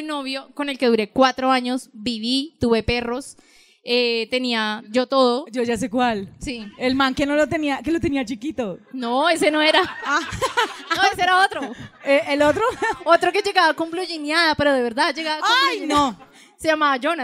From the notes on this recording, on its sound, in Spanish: Parte del podcast grabado en vivo el 19 de julio en Bogotá Colombia.